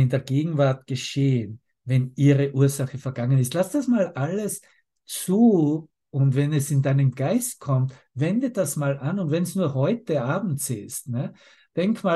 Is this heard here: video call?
yes